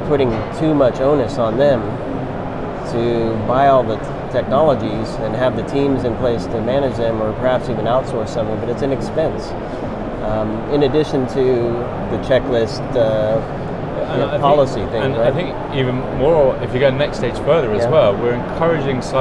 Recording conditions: busy venue